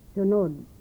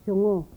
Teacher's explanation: The dental nasal in contrast with the velar nasal, in a medial position